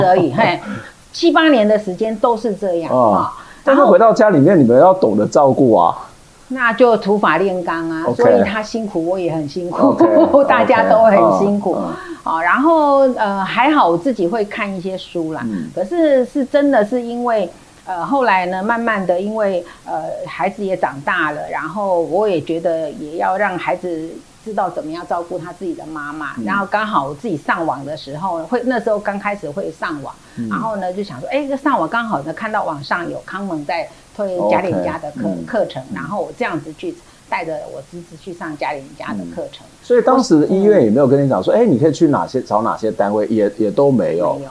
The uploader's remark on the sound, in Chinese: 本集節目錄製現場收音出現難以克服的技術問題，以致於本集收音欠佳